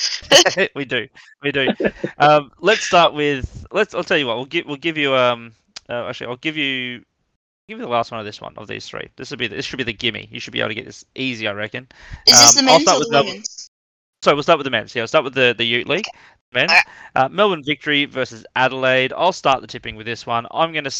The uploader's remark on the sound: Audio quality is a little choppy in this one, 2022 wasn’t kind to us recording so apologies in advance.